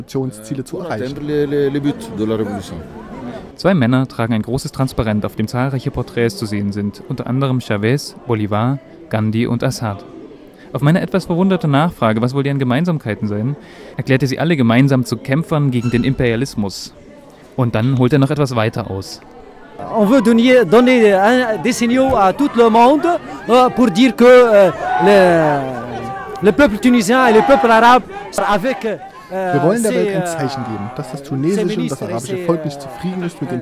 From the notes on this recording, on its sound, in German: Eroeffnungsdemo Weltsozialforum 26.3.2013 Tunis.